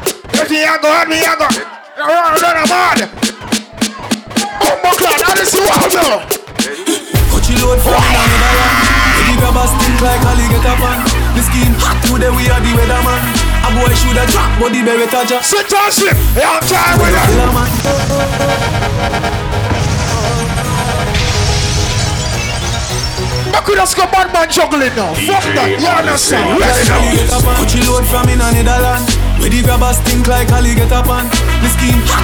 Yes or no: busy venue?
yes